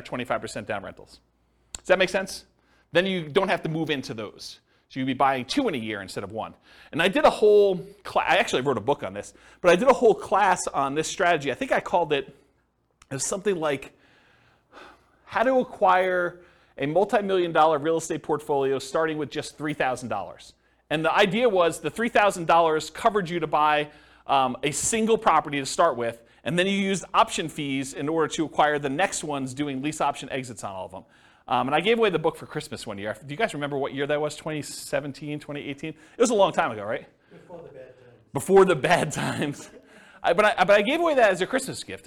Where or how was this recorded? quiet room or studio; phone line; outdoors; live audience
live audience